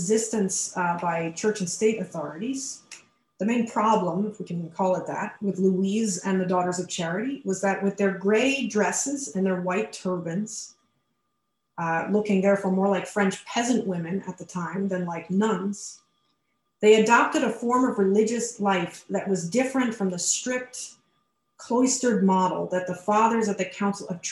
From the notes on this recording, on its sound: A webinar lecture.